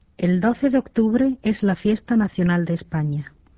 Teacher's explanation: Väitelauseen sävelkulku on laskeva.